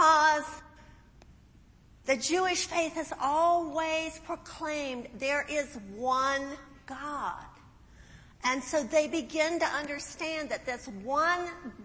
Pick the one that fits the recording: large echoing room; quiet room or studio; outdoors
large echoing room